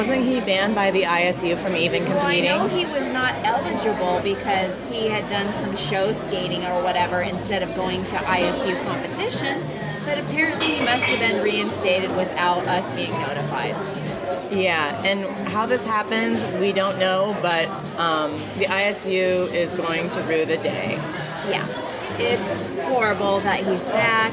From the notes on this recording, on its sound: If we’re a little hard to hear, it’s because we’re podcasting from the McCormick &#38; Schmick’s across from the Fairmont Hotel, and we’re not going to let a little thing like room noise get in the way. Nationals in San Jose, California. If we’re a little hard to hear, it’s because we’re podcasting from the McCormick & Schmick’s across from the Fairmont Hotel, and we’re not going to let a little thing like room noise get in the way.